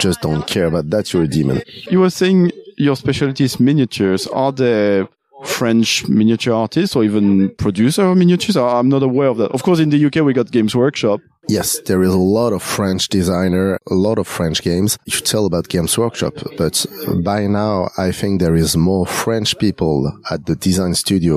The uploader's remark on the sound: Once again, I took advantage of a family holiday to quickly record a couple interviews in a local game shop. This time we landed in the French city of Lyon!